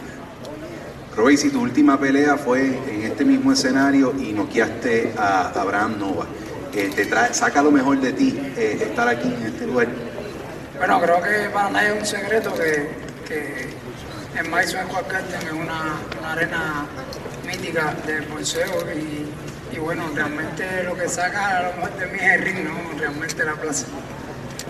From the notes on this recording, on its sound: Final Press Conference. The Hulu Theater at Madison Square Garden on ESPN+.